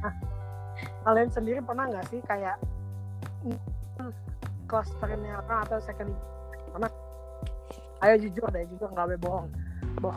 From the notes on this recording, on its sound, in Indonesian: Maaf juga kalo banyak masalah di soundnya karna keterbatasan sinyal dimana kita gabisa ketemu satu sama lain karna lagi ppkm.